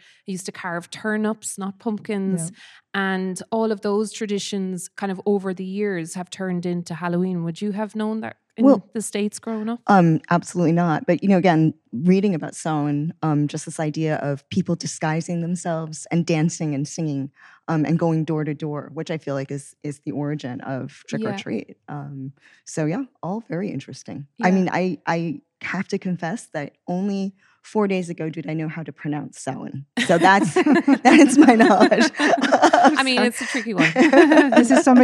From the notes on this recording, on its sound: LIVE at Samhain Festival 2022. Recorded this special live episode in Kells Courthouse, Tourism and Cultural Hub at Samhain Festival 2022. Before a live audience.